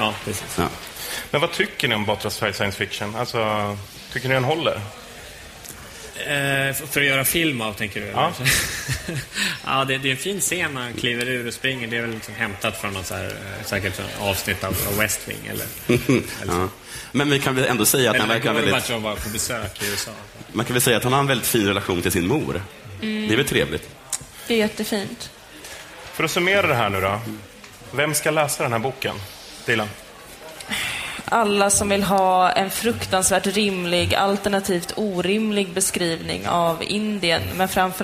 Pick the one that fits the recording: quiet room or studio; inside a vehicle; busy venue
busy venue